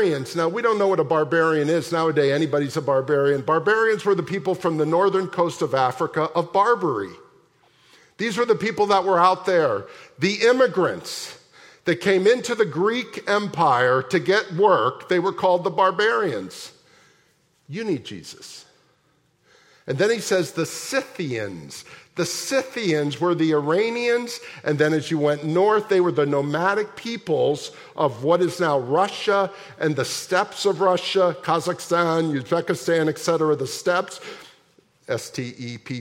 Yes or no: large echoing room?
yes